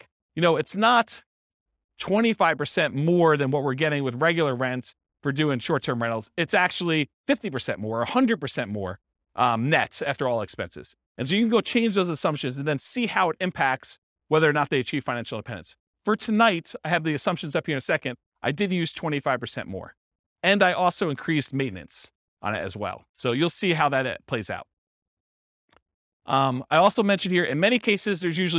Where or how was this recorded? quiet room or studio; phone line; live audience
live audience